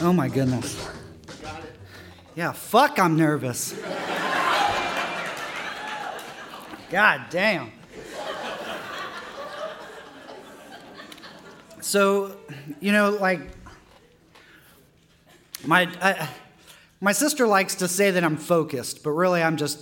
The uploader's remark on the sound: His story was recorded at our September 2014 live storytelling event, “All Y'all: Under the Influence.”